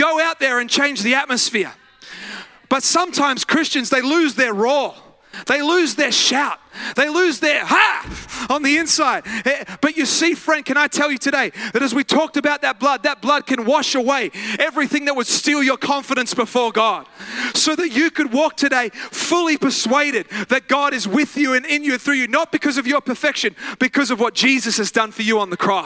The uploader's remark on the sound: live at Freshwater Church on Sunday the 16th of July 2023